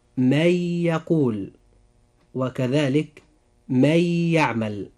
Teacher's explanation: وقع بعد النون الساكنة حرف الياء، وهو من حروف الإدغام بغنة